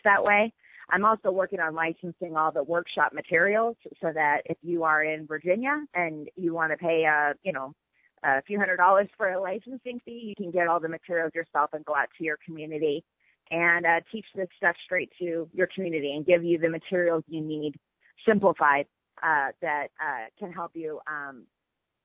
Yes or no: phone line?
yes